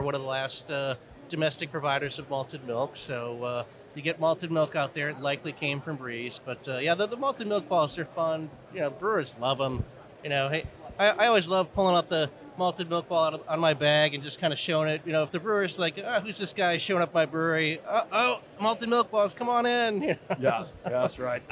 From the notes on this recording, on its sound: LIVE from CBC. We're LIVE from the tradeshow floor at Craft Brewers Conference 2023 in Nashville!